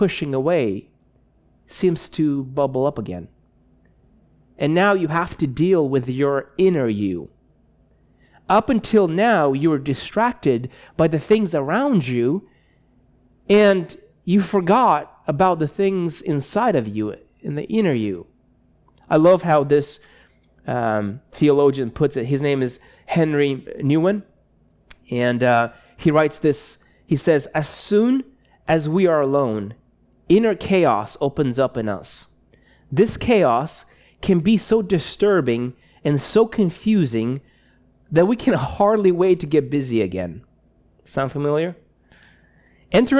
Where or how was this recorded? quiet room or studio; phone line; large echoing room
large echoing room